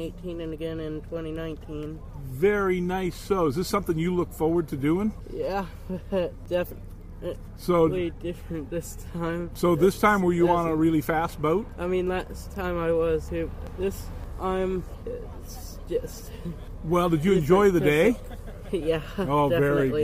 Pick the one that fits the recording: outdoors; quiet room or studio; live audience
outdoors